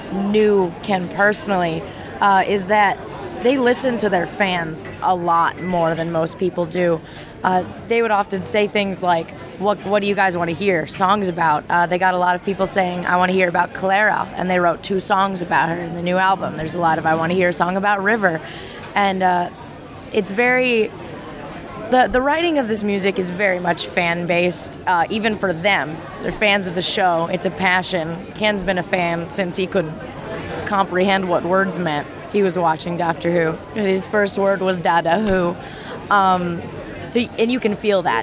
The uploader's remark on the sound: recorded at TimeGate 2013 in Atlanta